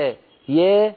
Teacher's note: الألفات لا تنفتح تماما بسبب ارتفاع وسط اللسان بسبب العادة والإلف واللهجة العامية، بدل أن تقولي يا قولي يا يا ولا تتركي وسط اللسان، لا تتركي يرتفع هكذا، اتركي اللسان في الفم في ما يسميه العلماء وضع الراحة. · ولا تقولي يا يا، هذه سببها ارتفاع وسط اللسان